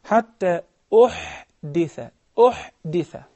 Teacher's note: And make sure when we come to pronounce the ha, it comes from the throat. So it is different than the ha.